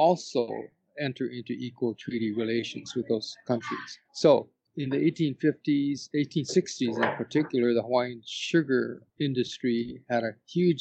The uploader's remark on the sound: we recorded in a public place